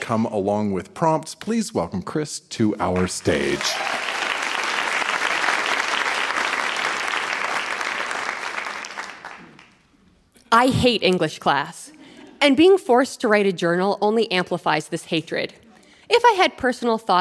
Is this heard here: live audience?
yes